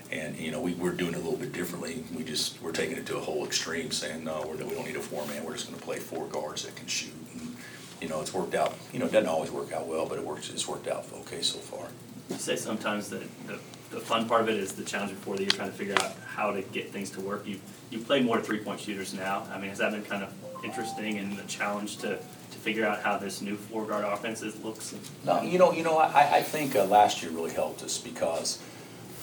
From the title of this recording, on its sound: Press Conferences & Post-Game Interviews